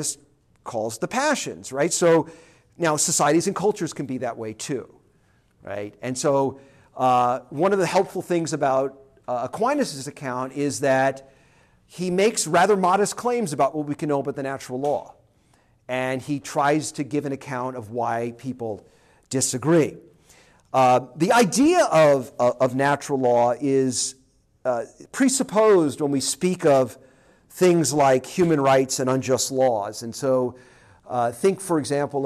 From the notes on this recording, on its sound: This lecture was given on September 7, 2023, at Tulsa